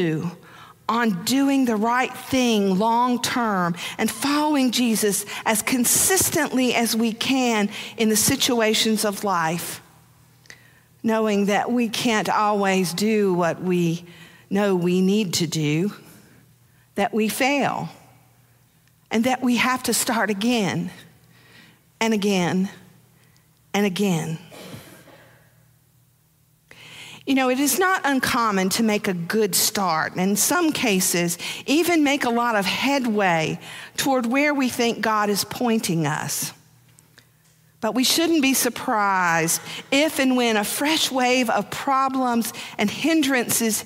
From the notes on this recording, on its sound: Preached on January 1, 2023, for our New Year's Day Worship Service.